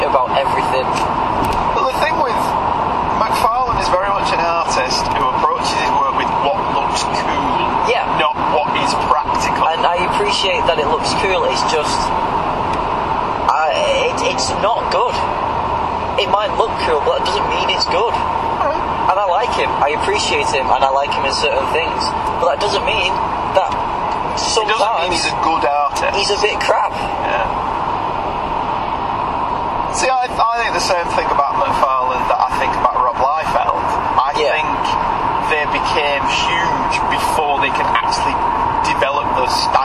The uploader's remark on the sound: Both recently attended the Lakes International Comics Art Festival and here are their thoughts captured on the drive to and from the event. As this was recorded careening down a motorway, the audio is a bit ropey.